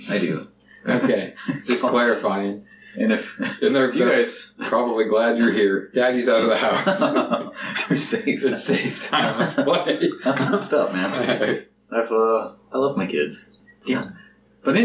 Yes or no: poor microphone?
yes